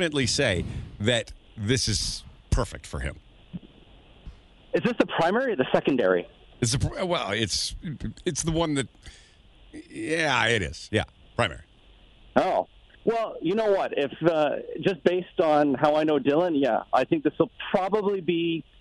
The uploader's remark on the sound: Outside Show Day!